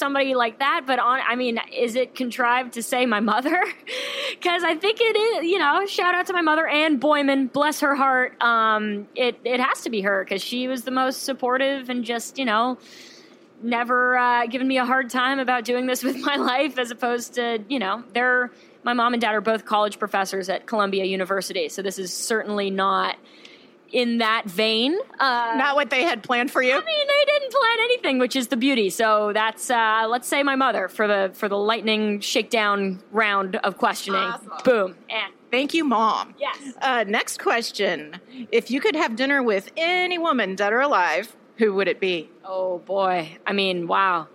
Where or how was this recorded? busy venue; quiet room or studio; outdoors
busy venue